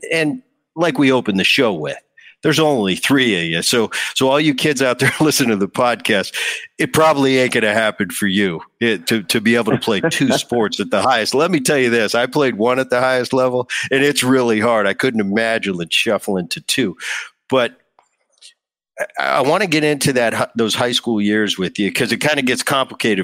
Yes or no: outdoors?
no